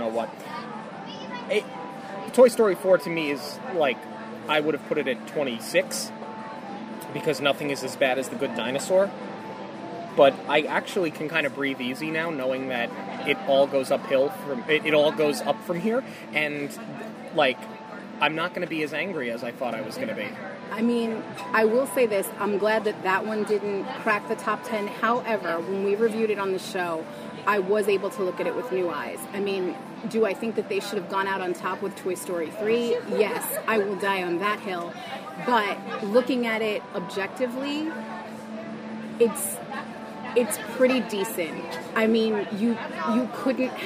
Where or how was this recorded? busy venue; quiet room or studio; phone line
busy venue